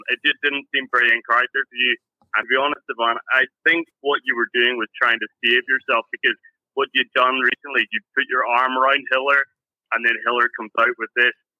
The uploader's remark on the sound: Live Call In Show